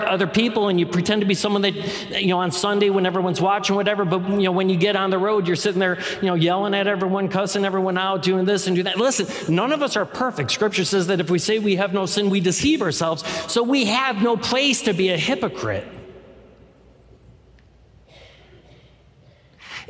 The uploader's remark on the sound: Any music performed live is performed under all appropriate licenses from CCLI. The core message from our live service.